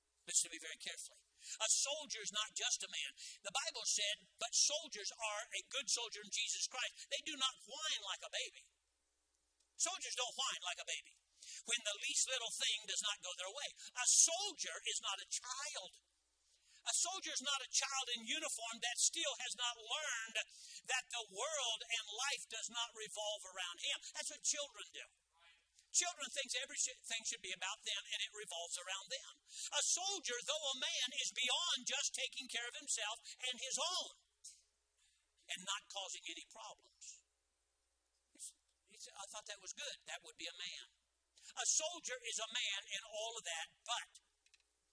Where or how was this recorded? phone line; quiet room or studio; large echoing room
large echoing room